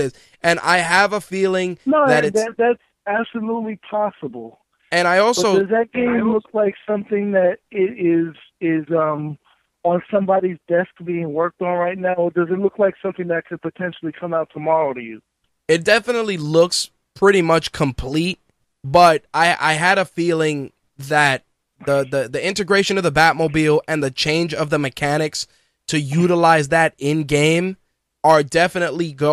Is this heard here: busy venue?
no